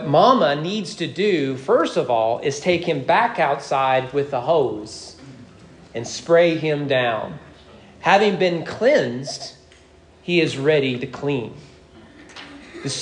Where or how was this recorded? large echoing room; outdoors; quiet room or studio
large echoing room